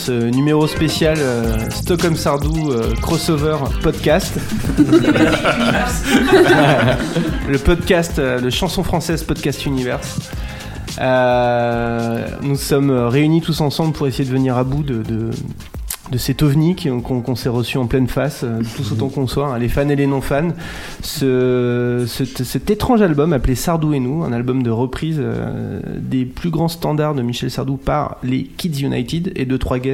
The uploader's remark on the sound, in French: Enregistré à La Petite Mercerie de Paris. Enregistré à La Petite Mercerie de Paris.